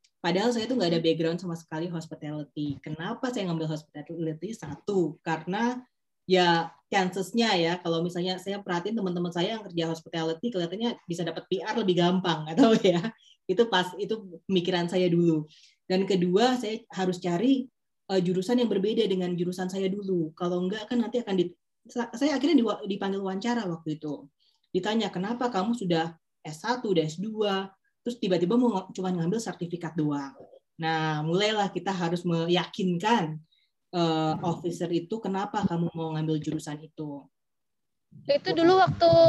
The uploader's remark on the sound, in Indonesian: dalam sesi zoom kali ini